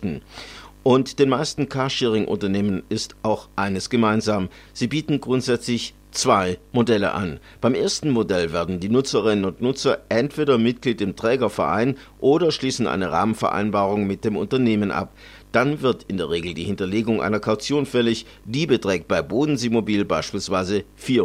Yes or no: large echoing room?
no